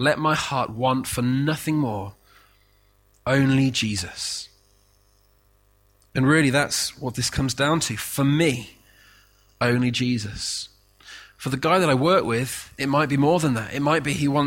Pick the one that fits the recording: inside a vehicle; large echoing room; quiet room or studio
large echoing room